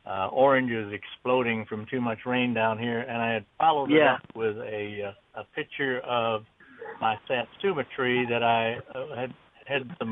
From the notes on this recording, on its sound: Live from the Southport Flower Show at Victoria Park in Lancashire North West England. Live from the Southport Flower Show at Victoria Park in Lancashire North West England.